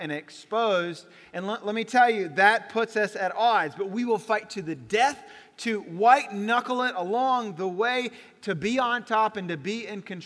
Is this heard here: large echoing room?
yes